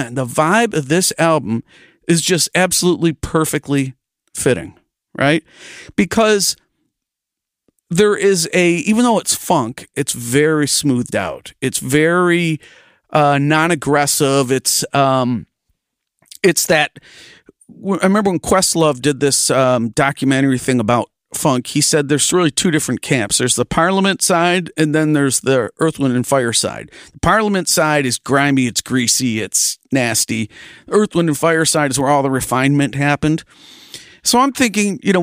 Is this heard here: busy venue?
no